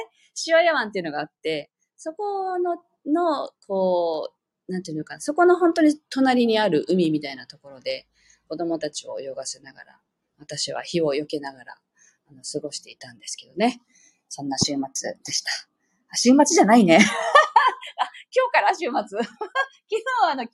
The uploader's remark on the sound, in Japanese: 沖縄県の南部にある柿花樋川で録音してきた水音を、BGMにしてライブ配信してみました。こちらの通信状況があまり良くなかったようで、 ピアノを弾き始めると、音が途切れ途切れになってしまっています。南城市。